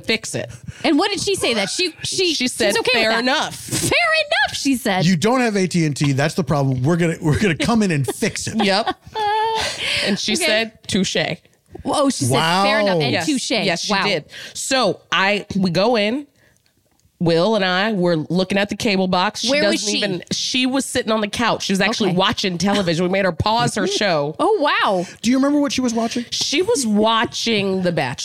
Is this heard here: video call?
no